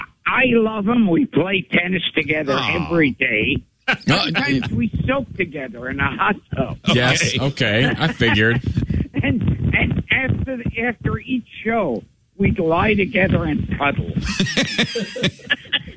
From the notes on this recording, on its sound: We were just sitting around the studio when we saw the hotline was ringing. We decided to pick the phone up anyway.